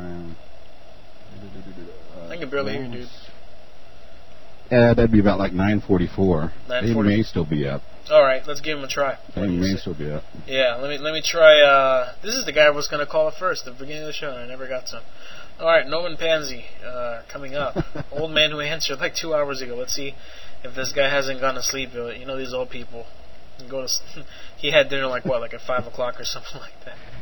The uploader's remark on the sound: Prank Phone Calls